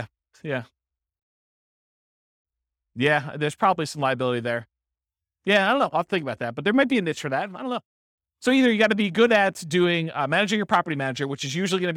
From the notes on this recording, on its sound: This was a live class recorded.